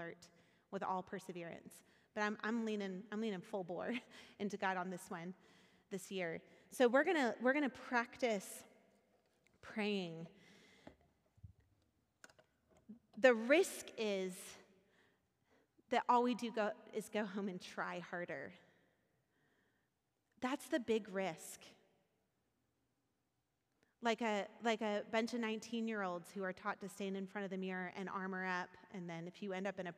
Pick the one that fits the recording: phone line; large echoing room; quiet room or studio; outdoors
large echoing room